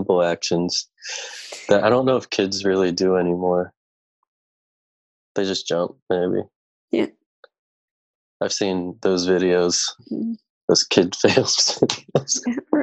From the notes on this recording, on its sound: In our very first episode recorded entirely remotely. Play listener-created games with callers via Zoom!